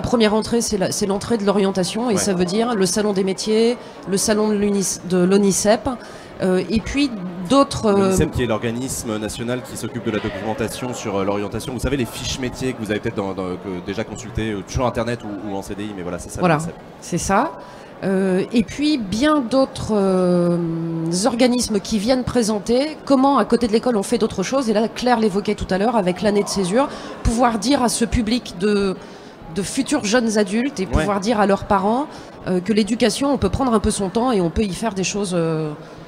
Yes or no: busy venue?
yes